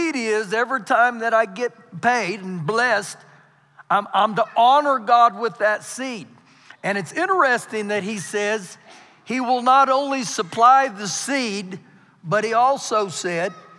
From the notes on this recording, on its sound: Recorded live during our Wednesday night service